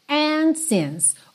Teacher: O D do and, você também não escuta. A gente já vai do N pro since.